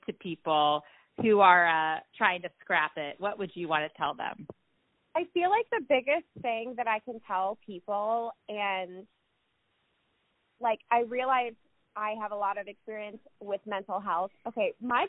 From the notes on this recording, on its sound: Joining us via phone from Cincinnati, Ohio.